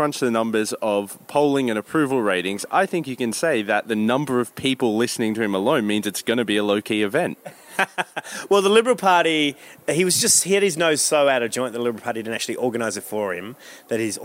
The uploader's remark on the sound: Recorded in situ at the Victoria Hotel during the 2016 Melbourne International Comedy Festival.